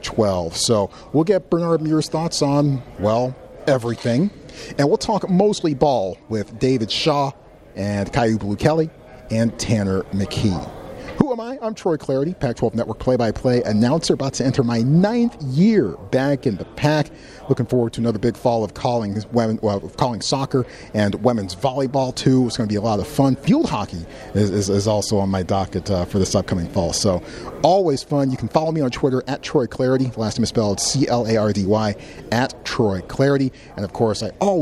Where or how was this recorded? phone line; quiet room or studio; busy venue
busy venue